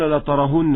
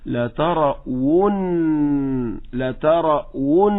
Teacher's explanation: هذه واو مضمومة، فنقول لترو، ليست هاء · Shown in: second take · واو مضمومة، لترون، لترون هكذا.